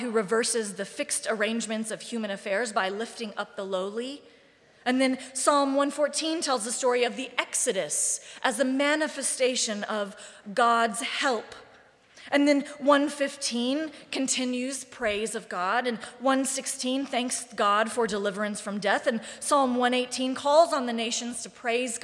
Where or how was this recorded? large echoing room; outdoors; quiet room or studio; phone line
large echoing room